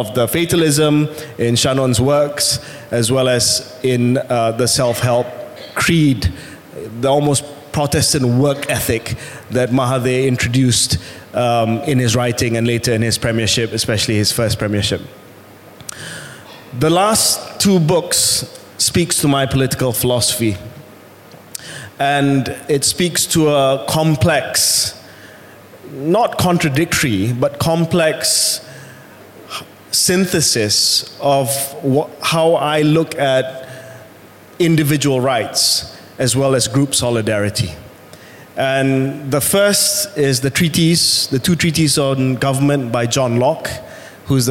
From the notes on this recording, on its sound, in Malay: merupakan episod secara langsung di Georgetown Literary Festival, ‘Pulau Pinang’ pada 25 November 2023